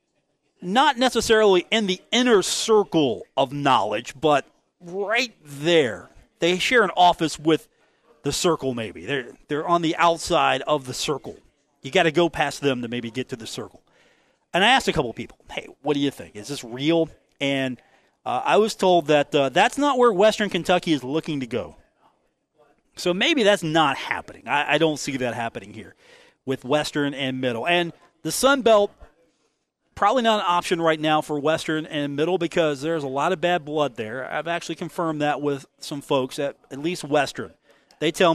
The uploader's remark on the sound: broadcasting live from The Union Pub and Grill located at 1125 4th Avenue in Huntington, West Virginia.